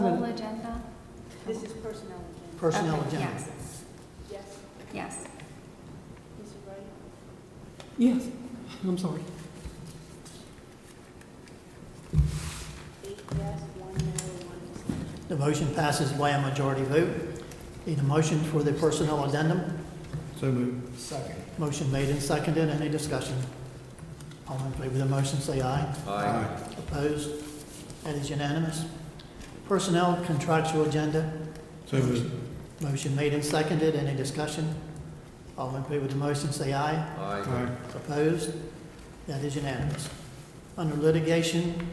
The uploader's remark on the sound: An audio recording of the Board of Education regular meeting on August 26, 2019.